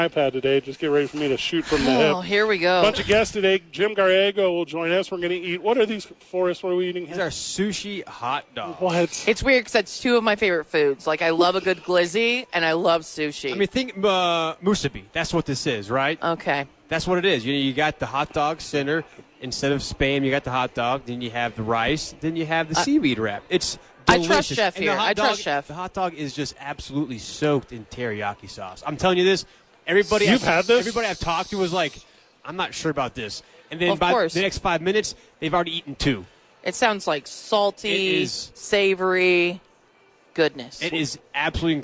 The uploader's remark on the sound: live from Isotope Park